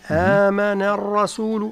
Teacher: لابد من ترقيق النون